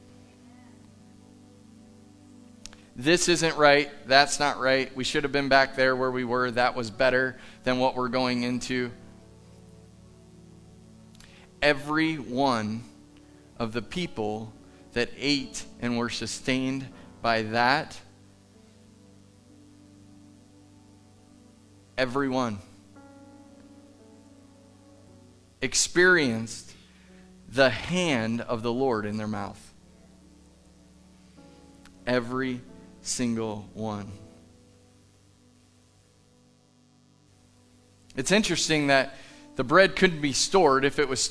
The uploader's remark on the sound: Live from The Summit Church in Dover, OH